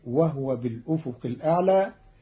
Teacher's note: قرأ قالون كلمة وهو بالأفق الأعلى بإسكان الهاء، فتصير وهو بالأفق الأعلى، والضم والإسكان في لغة العرب.